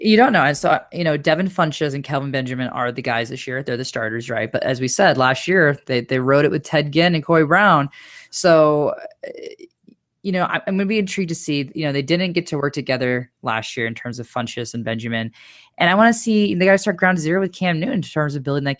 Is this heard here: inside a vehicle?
no